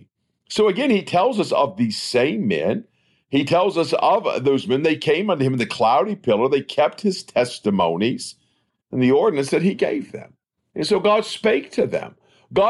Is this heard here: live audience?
no